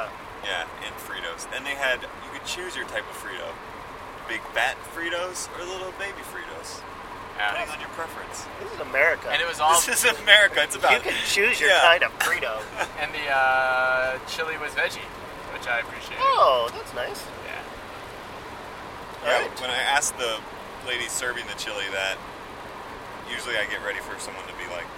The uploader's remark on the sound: Sorry about the sound quality: we recorded this in a car racing down the highway while sleet poured down.